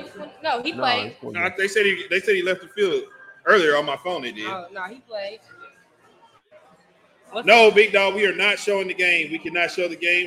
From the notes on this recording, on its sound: Live from White Rock Ale House.